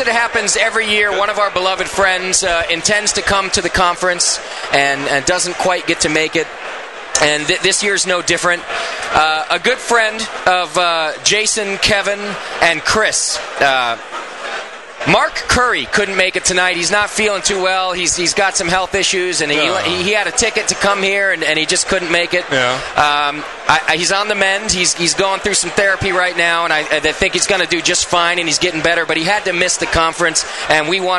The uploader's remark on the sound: Live From Club Night 2010.